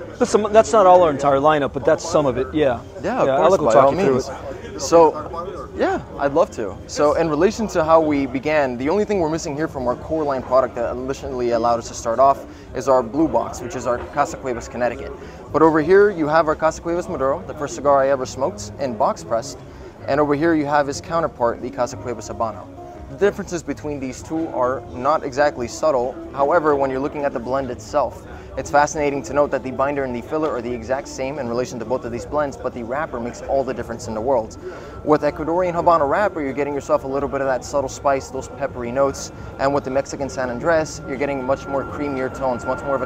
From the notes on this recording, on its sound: Live interview from the Intercontinental Hotel in Doral Florida